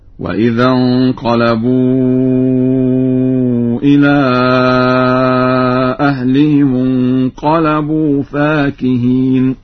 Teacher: قرأ ورش بألف بعد الفاء